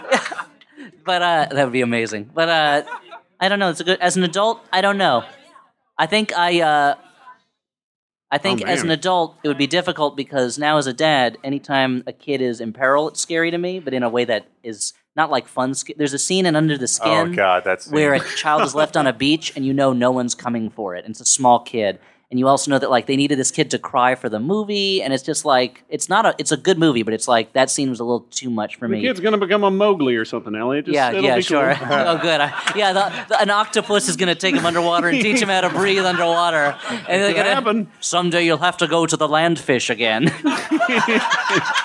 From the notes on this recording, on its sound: Live from Cake Shop as part of NYC Podfest.